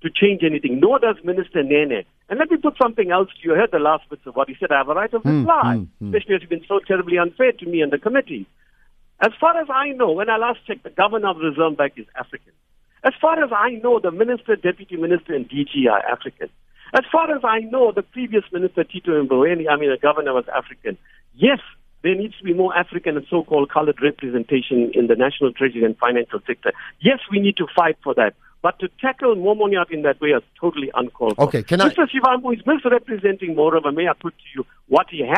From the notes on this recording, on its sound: He now joins us on the line…. Guest(Phone).